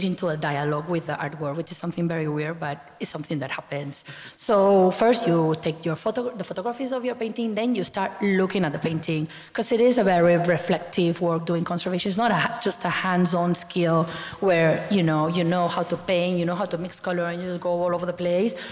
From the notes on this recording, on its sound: This session was recorded live in November 2019 at National Gallery Singapore.